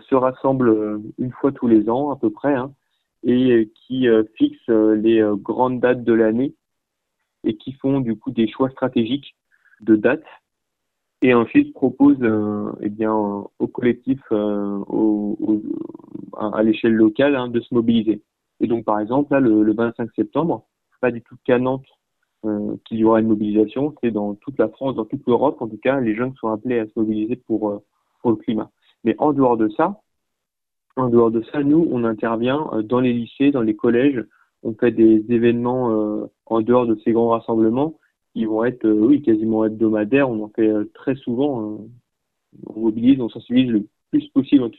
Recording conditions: phone line